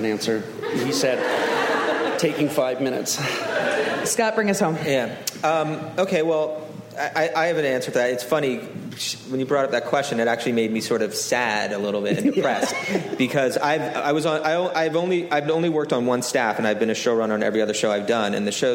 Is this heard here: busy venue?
yes